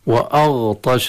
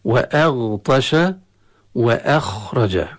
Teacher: نعم نفخم الغين نفخم الخاء، لكن دون تأثير ذلك على الهمزة التي قبلها · Shown in: second take · Term: الترقيق